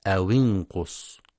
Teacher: ينتبه لكسر الواو في أو انقص في رواية حفص، فلا يقرأ أو انقص بالضم.